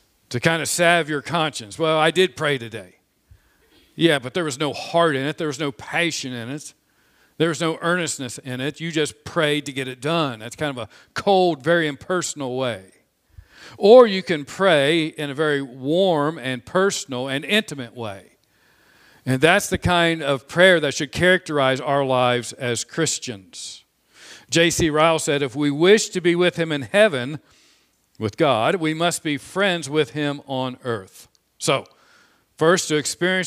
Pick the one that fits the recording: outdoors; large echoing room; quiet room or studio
large echoing room